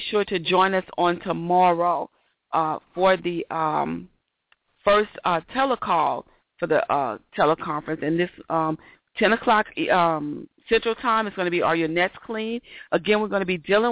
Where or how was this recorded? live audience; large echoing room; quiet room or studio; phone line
phone line